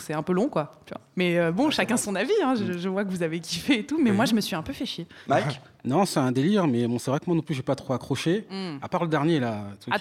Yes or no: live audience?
yes